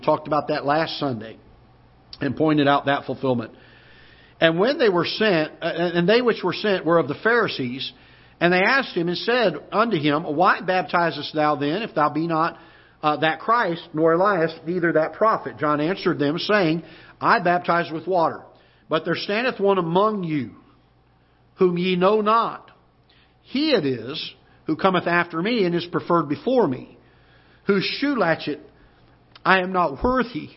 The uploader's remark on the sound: Ketha Heights Baptist Church ~ Live Broadcast